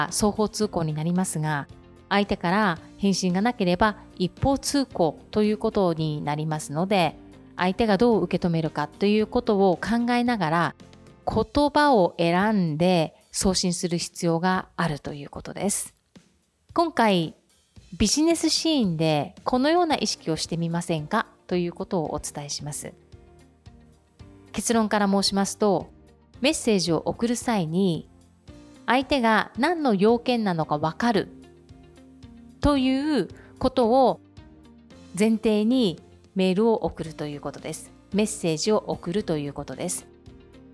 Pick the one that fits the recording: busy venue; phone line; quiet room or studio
quiet room or studio